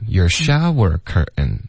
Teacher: curtain 呢不用加重音，OK? Shower 才会加重音